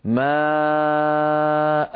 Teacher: أحذف التنوين وأعوض عنه بألف، فيصير النطق ألف قبل الهمزة وألف بعد الهمزة